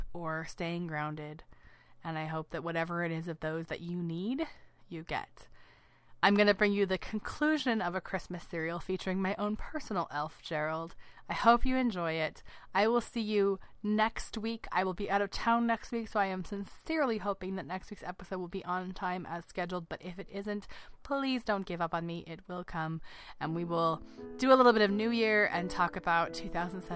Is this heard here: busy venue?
no